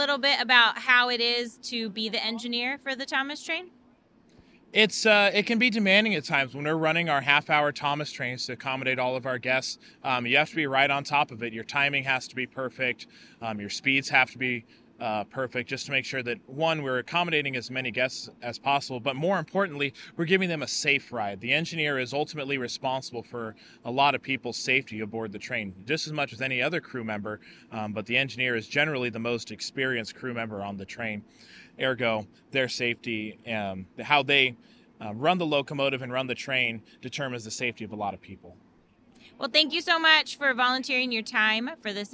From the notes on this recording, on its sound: Todays episode comes live from the Day out with Thomas, We chat to volunteers and guest to find out what makes this years Day out with Thomas so special.